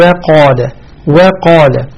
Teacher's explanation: أرجو أن تنتبهي للحرف المرقق الذي يقع قبل الحرف المفخم، يعني وقال، ما نقول وقال، يعني لا يكون الواو والقاف نفس المستوى يا بنتي. ننتبه أن الواو مرققة مستفلة، القاف مفخمة، فإذا نقول وقال وقا نقول وقال وقال.